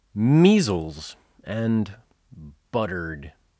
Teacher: They both have two syllables. The first syllable is stronger in both of them, and the second syllable in both words has a schwa.